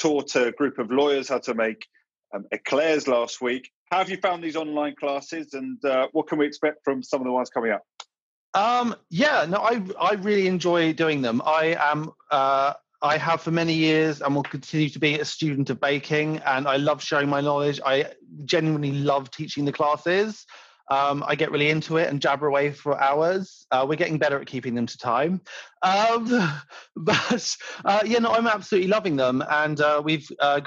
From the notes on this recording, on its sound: We recorded this podcast remotely via Zoom.